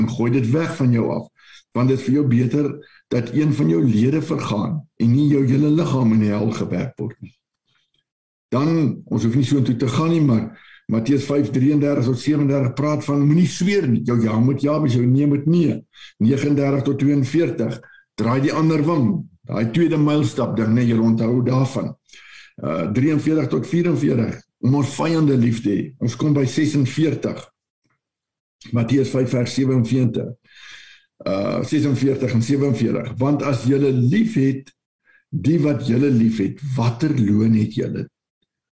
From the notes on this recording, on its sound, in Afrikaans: Manne van die Woord Zoom Byeenkoms 17 Februarie 2022